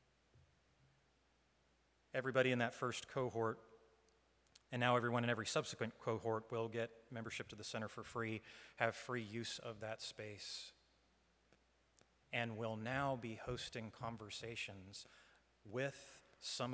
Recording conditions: large echoing room